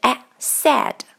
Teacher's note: said 中间这个元音是 a，不是 say · IPA: /sɛd,/